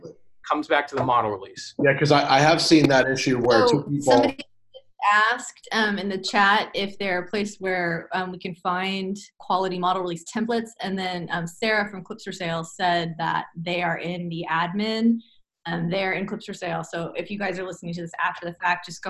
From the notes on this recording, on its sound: To speak with the Clips4Sale community via the live webinar from April 22, 2019 at 4:00pm EST.